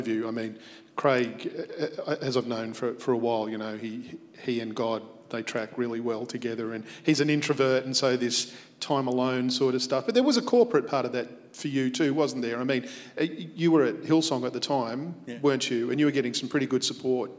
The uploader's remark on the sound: Recorded at our live gathering on the 21st of February 2021.